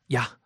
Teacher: The E gets kind of passed over so quickly.